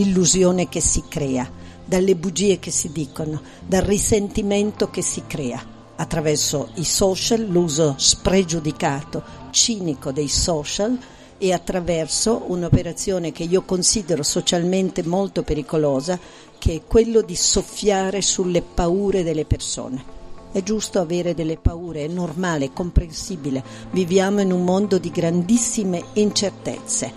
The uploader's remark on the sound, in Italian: dalla postazione di Sanbaradio al Festival dell'Economia di Trento